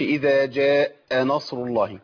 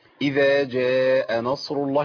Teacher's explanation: ناخد بالنا ما نشددش الهمزه · Shown in: second take · ما نقولش اذا جاء نصر الله.